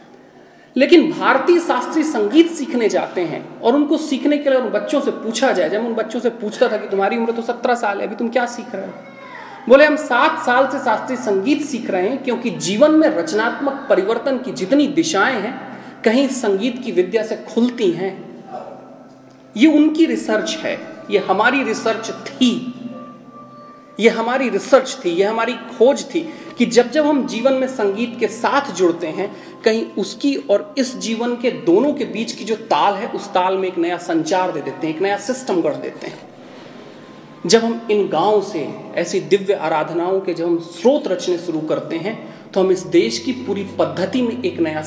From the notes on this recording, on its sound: Spoke at the Naad Brahman Festival.